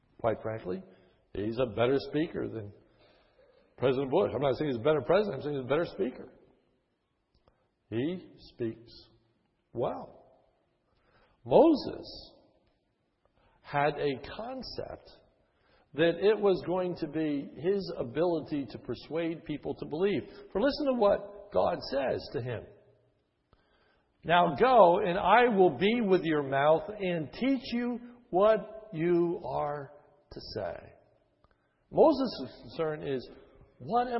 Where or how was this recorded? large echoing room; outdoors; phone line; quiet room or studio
large echoing room